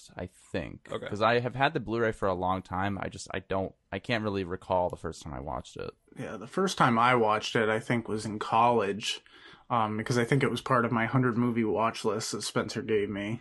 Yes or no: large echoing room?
no